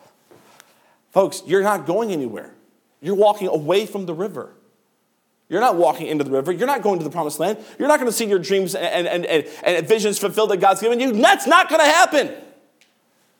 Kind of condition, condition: setting, large echoing room